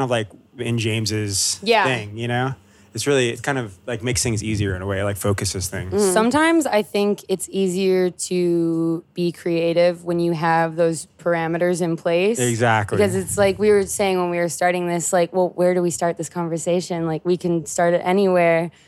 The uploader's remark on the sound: chop it up backstage at Pitchfork Music Festival 2017